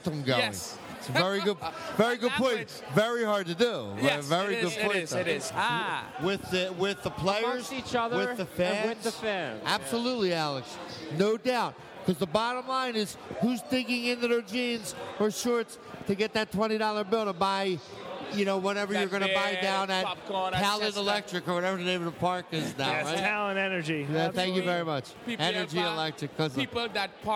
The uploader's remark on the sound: live from the Iron Abbey for our annual Boxing Day Special!